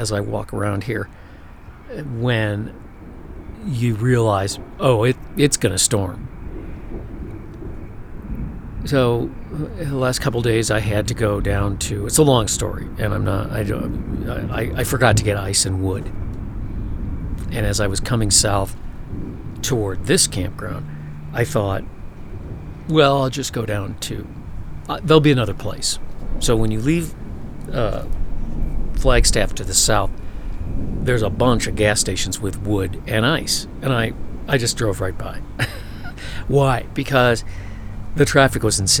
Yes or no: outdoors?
yes